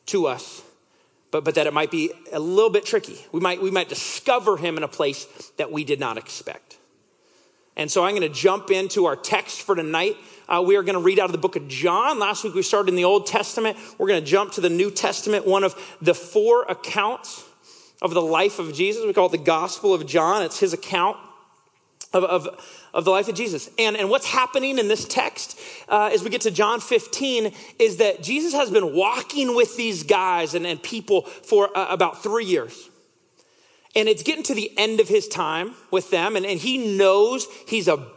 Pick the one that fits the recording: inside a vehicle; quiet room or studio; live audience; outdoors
live audience